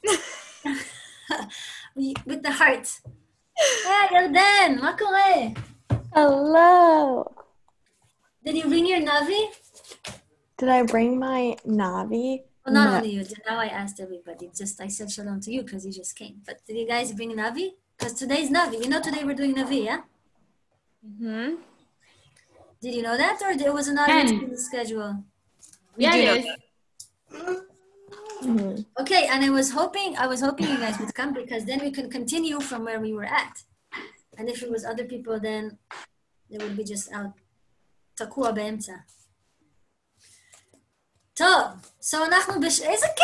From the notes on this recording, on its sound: Zoom Class